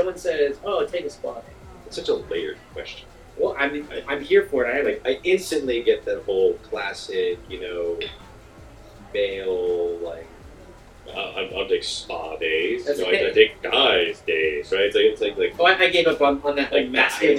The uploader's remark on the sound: On location recording at The Gents Place.